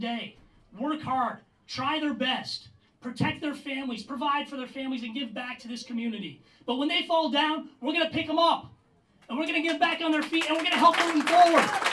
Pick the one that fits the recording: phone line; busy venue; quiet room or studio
busy venue